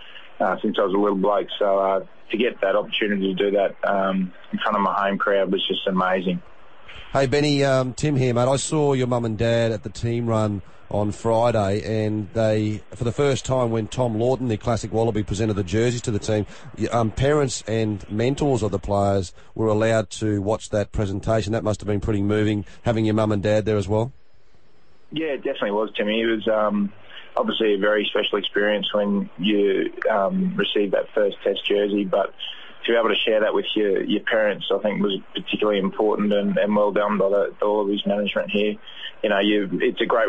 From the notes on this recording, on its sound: CALLERS: Lions supporters call